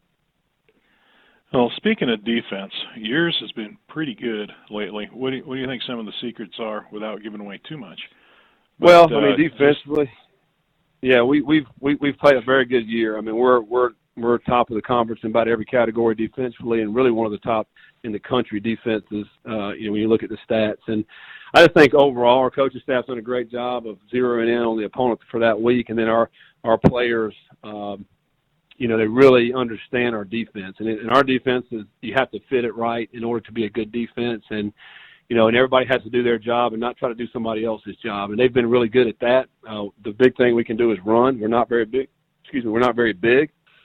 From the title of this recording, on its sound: Sun Belt Championship Media Teleconference